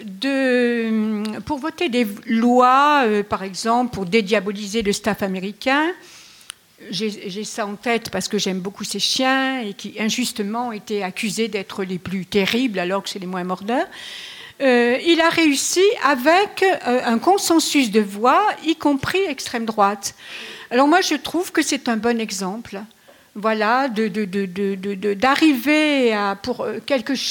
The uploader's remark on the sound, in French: AuPoste en public. Débat public!